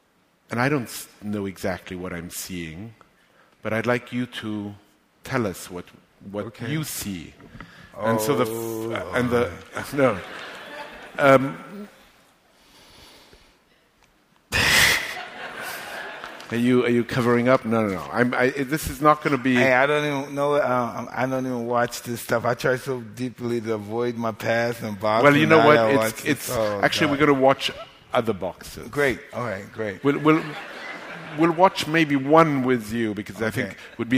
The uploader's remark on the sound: LIVE From the NYPL